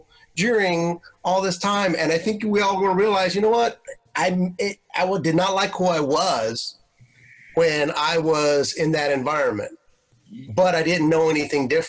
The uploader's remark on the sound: On this first virtual Facebook Live episode, I send out an invite to all past Frequency Interrupted guests and a few join in for a great time!